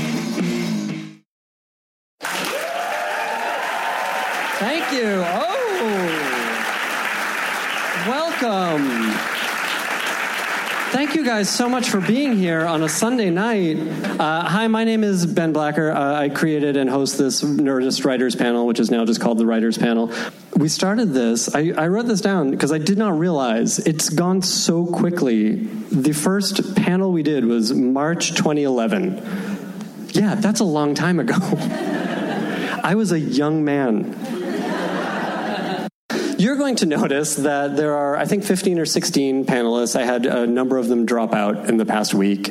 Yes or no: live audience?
yes